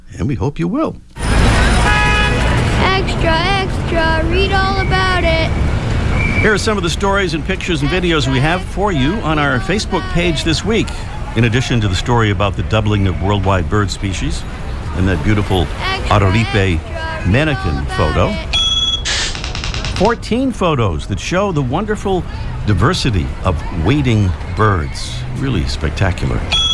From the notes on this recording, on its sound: a live report from a Christmas Bird Count